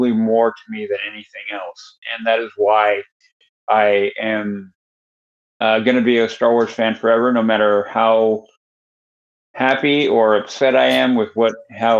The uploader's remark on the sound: We recored remotely for this but we're usually all together and sound better.